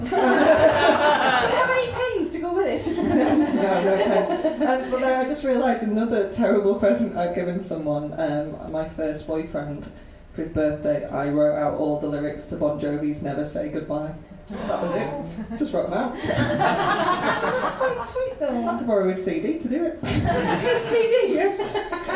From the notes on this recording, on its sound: Recorded at Hen & Chickens, London, on September 19, 2017.